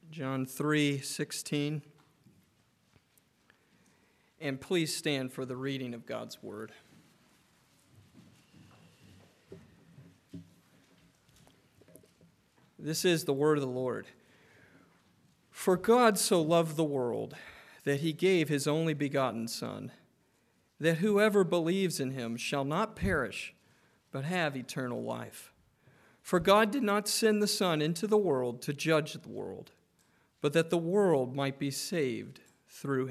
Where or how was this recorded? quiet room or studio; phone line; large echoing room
large echoing room